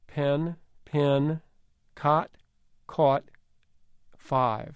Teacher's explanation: For some speakers, especially in the South, but not just in the South, pin and pen are pronounced pretty much exactly the same. For another group of speakers, they're almost the same, but not quite.